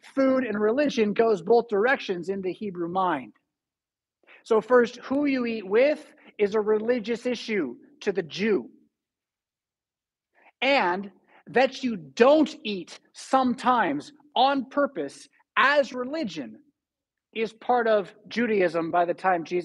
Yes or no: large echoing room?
yes